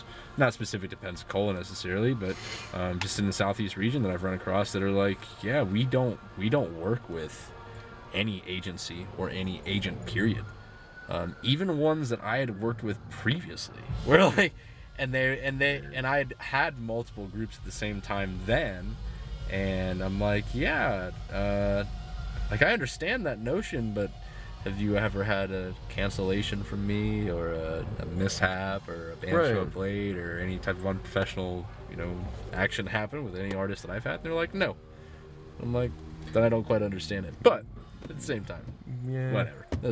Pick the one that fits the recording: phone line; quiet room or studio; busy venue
busy venue